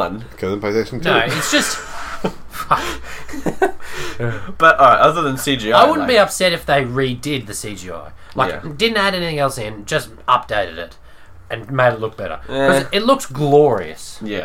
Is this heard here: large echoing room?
no